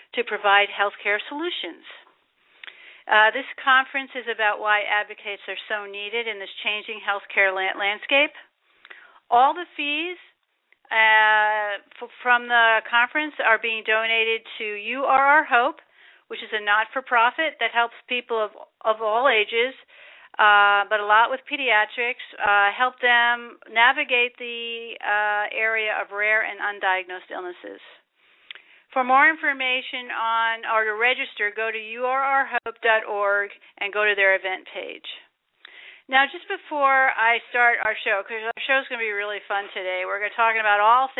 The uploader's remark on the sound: This show is an opportunity for listeners to call